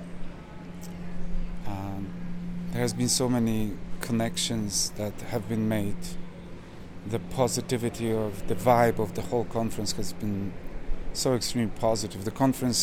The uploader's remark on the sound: These interviews were recorded at the historic Psychedelic Science 2023 conference in Denver, the largest gathering to date of people who work on advancing the research, access, and legalization of psychedelic-assisted therapies. The interviews are unedited personal accounts.